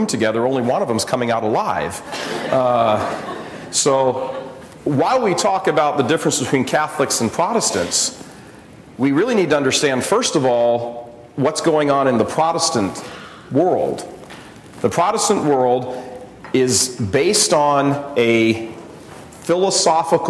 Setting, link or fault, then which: setting, live audience